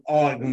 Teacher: An ayin is a very guttural sound. It comes from deep down in the back of your throat.